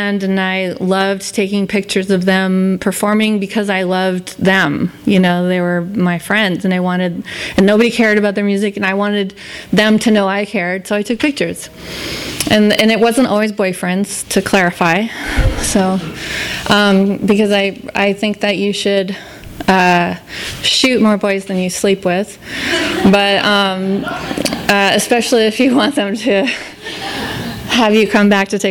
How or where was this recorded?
live audience